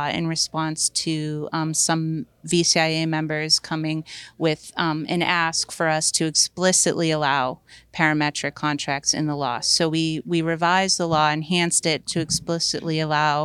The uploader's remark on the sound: Panelists spoke with AM Best TV at the annual Vermont Captive Insurance Association conference in Burlington.